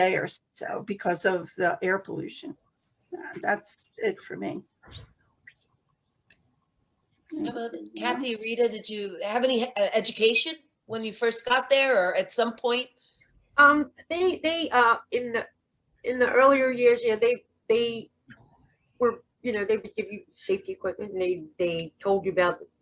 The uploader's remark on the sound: This one-hour Zoom discussion.